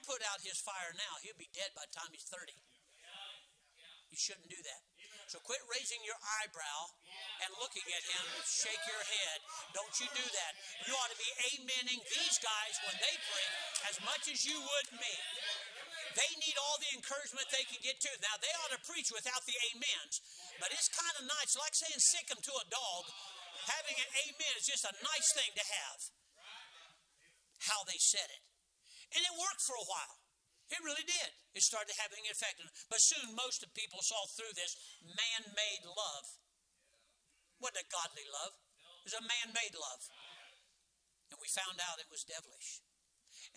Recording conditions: large echoing room